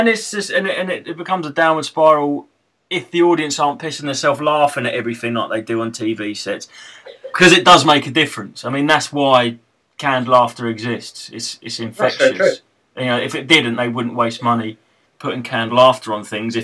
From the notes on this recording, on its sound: Just two blokes talking and recording it very badly indeed.